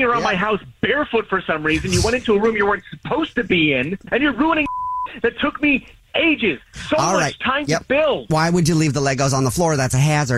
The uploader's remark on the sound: Is on the phone. A Jubal Phone Prank is when our listeners set-up a friend or family member to wake up with The Jubal Show, phone prank style.